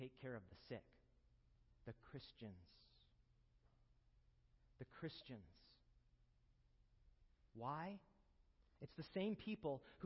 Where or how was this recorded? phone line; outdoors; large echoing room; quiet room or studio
large echoing room